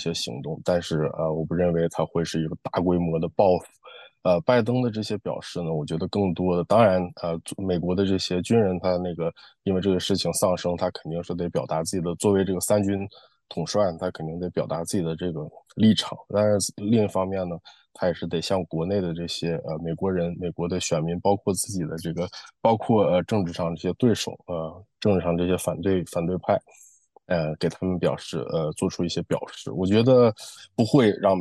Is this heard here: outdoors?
no